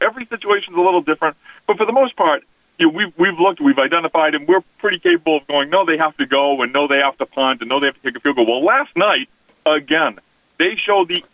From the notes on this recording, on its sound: Both take to the phone lines today to share their thoughts on what's happening in the world of sports.